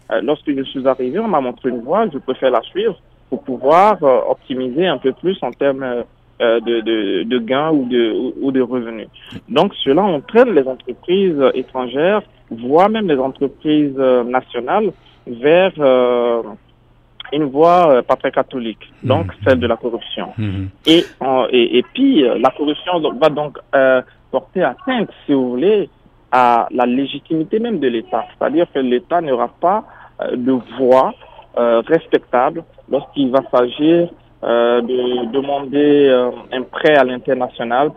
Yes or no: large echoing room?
no